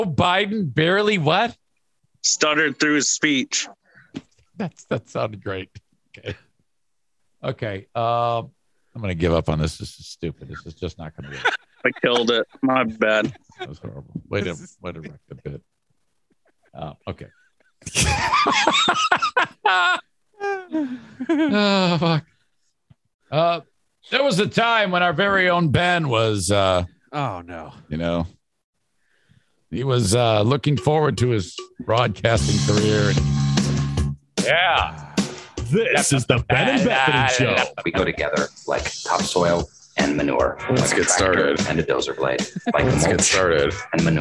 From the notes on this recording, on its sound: Audience intros. Tried destroying the show with his poverty phone.